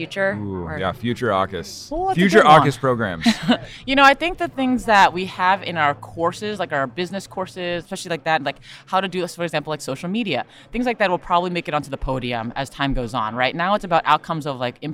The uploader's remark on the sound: Recorded at the 2021 AAHKS Annual Meeting in Dallas, Texas